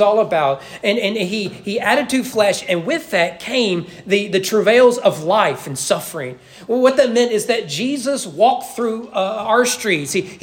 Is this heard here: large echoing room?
yes